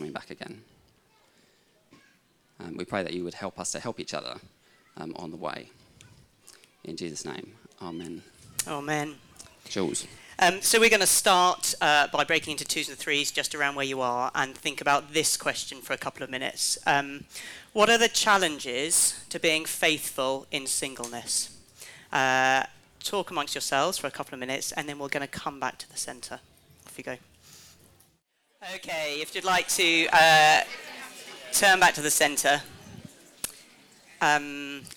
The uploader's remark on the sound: This last talk from REVIVE, our annual festival bringing the churches of the network to a field in Canterbury for a weekend of Bible Teaching, Worship, and great fellowship together as churches.